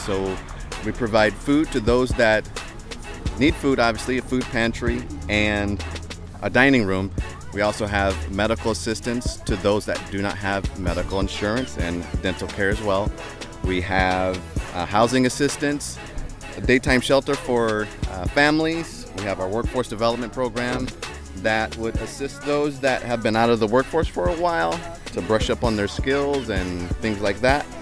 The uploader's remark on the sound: Interviews from the recent Resource Fair in Antioch. Music performed live from the Resource Fair.